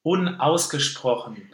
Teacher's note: we need the glottis within the word, yeah, after the prefix of unausgesprochen.